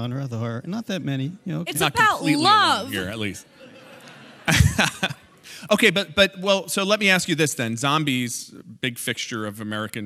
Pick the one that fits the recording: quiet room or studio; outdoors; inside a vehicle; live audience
live audience